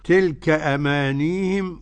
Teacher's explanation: فأبو جعفر يسكن الياء مع كسر الهاء